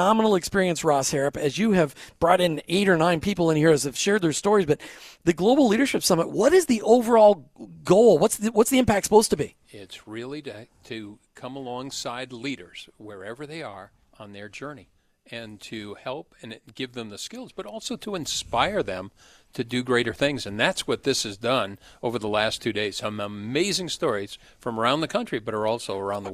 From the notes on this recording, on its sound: We were on location this afternoon at the Global Leadership Summit